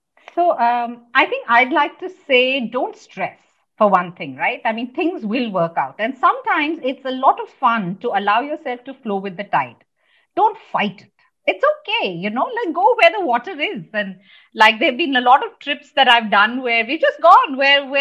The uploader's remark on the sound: Virtually recorded.